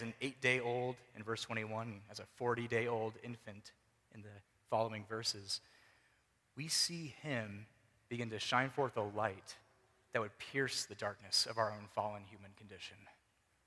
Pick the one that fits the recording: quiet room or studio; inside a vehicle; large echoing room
large echoing room